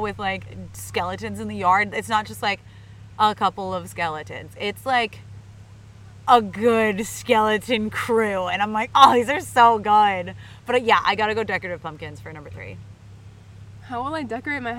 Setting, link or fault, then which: setting, outdoors